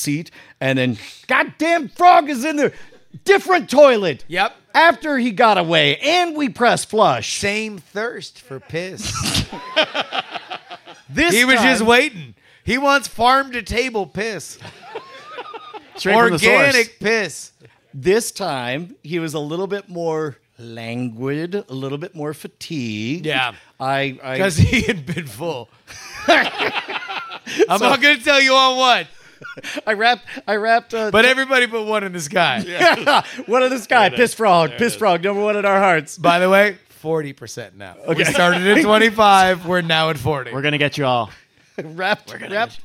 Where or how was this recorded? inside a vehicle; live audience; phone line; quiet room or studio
live audience